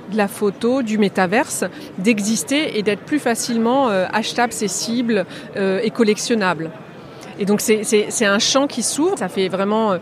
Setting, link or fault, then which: setting, busy venue